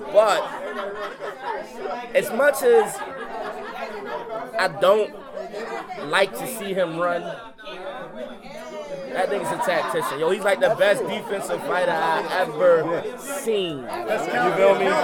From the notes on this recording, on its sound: a live party podcast, a bit of an experiment